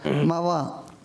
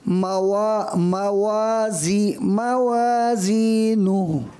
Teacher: واؤ میں جو ہے دونوں ہوٹوں کی گولائی زیادہ ہوتا ہے · Shown in: second take · موا آپ نے پڑھا، موا سمجھ رہے ہیں، اوپر کے دانتوں کا کنارہ نچلے ہوٹ کے تری والے حصے پہ لگ رہا ہے موا، تو یہ وی نہیں ہے، واؤ ہے.